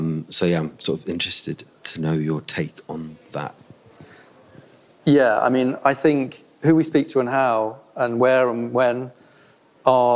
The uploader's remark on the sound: This is an Accidental Gods bonus Episode recorded at the Marches Real Food and Farming Conference held at Linley Estate in Shropshire in September. This was actually recorded in a barn.